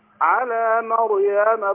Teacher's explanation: على مريم يبقى رقق الميم وفخم الراء